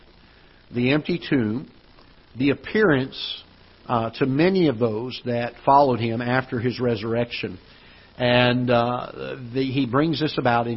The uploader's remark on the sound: Ketha Heights Baptist Church ~ Live Broadcast